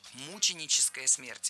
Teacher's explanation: Мученическая смерть – это неверно. Ударение здесь должно падать на первый слог.